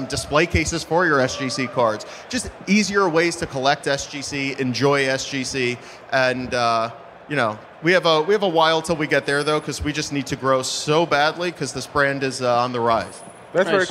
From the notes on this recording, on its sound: live from the main stage of the National Sports Collectors Convention in Chicago, also known as The National.